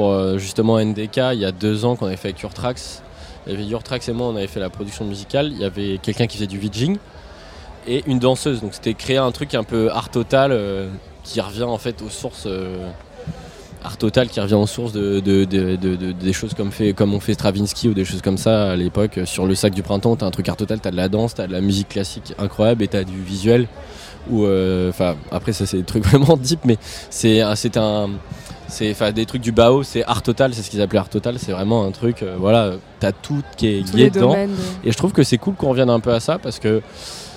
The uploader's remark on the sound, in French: Ce week-end on est en territoire Landais au Little Festival pour quelques jours a se mettre au vert (ou pas).